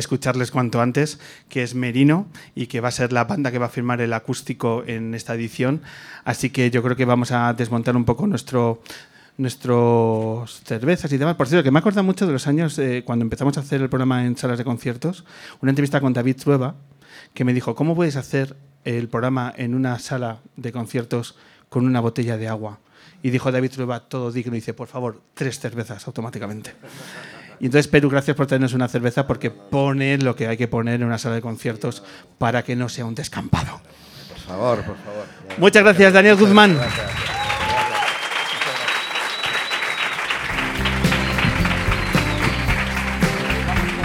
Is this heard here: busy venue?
yes